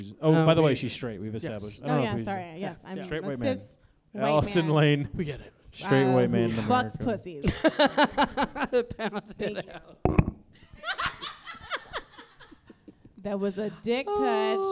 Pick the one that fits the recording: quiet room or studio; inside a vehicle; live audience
live audience